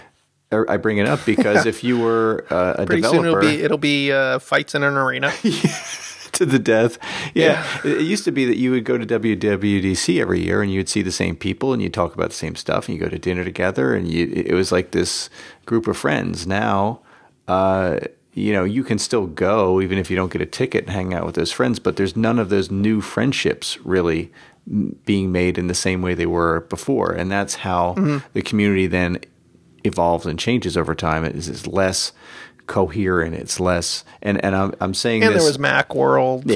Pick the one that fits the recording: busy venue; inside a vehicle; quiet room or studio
quiet room or studio